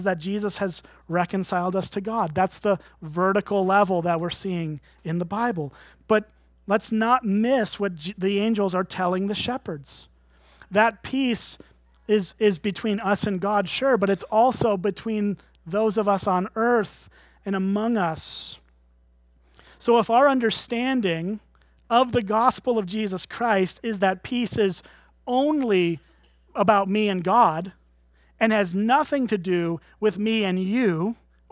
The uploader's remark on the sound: at Springbrook Church in Antigo, WI.